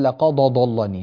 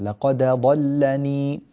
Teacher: فعليك أن ترقق الدال، لا تفخم الدال · Shown in: second take